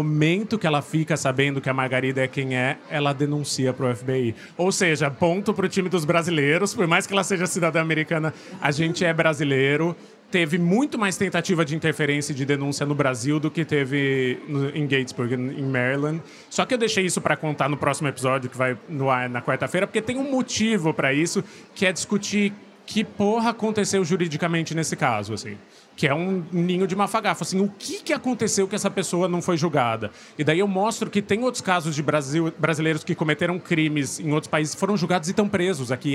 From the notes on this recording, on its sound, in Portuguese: Na gravação ao vivo do stand do Submarino na Bienal do Livro